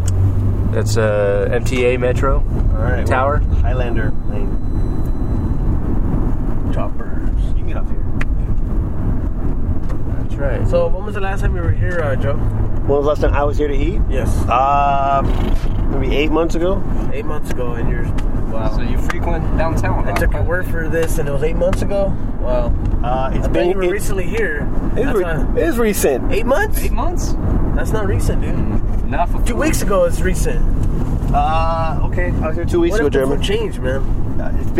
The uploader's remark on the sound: our first pod recorded on the road